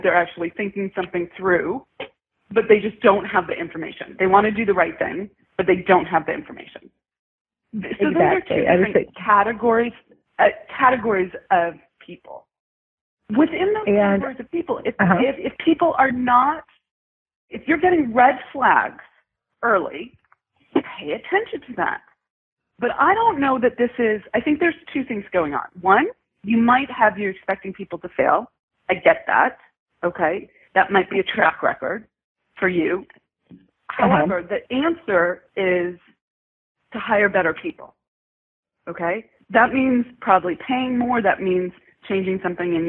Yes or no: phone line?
yes